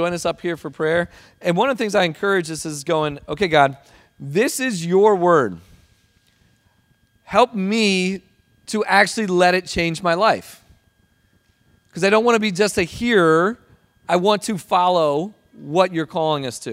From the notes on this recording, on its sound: Recording of Sunday gathering on June, 4th 2023.